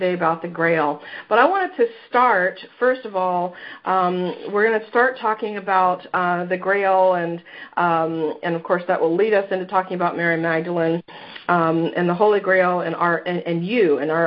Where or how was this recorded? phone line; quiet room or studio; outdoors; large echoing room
phone line